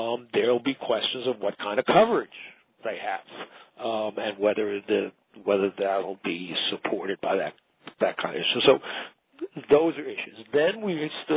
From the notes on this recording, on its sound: Author in the Room® Teleconference